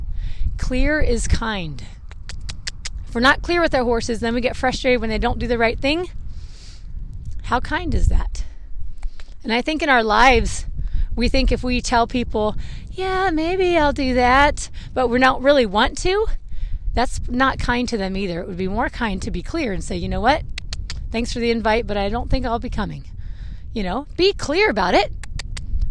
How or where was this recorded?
outdoors